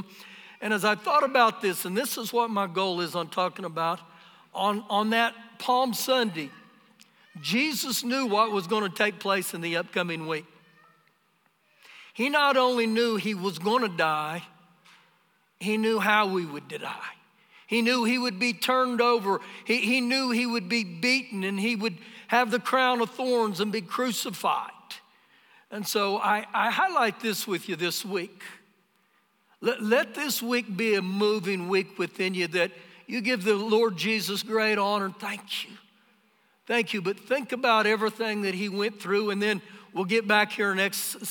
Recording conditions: live audience